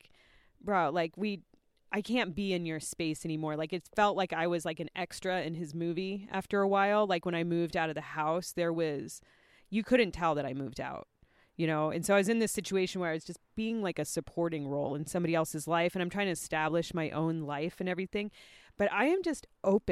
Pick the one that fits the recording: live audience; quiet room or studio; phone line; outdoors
outdoors